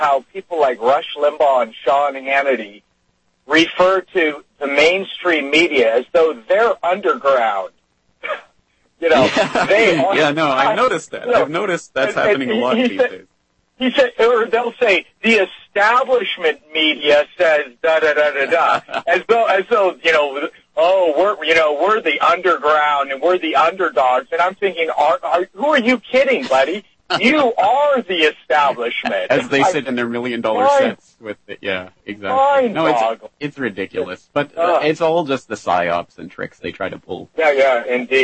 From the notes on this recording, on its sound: It's headlines and open phones tonight as we crack open the files on domestic spying.